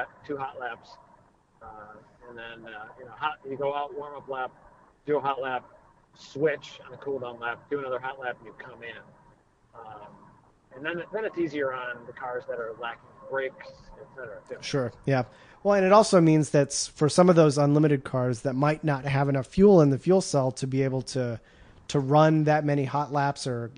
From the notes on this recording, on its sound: Stuck in traffic in Detroit on his way back from a racetrack. Test a new recording method and its not terrible.